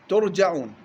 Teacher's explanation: وقرأ الباقون بتاء مضمومة وفتح الجيم